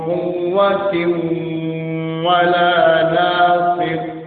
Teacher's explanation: idgham bigunna, dimasukkan ke dalam hidung